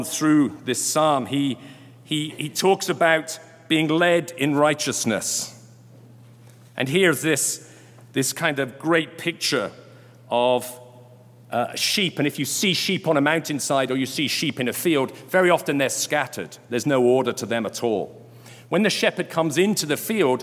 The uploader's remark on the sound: Delivered during Sunday Worship on July 24, 2022.